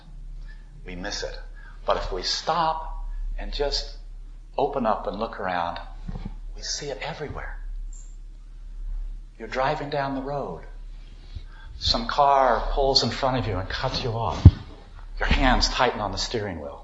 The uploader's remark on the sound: recorded at a service given by the Unitarian Universalist Society of Sacramento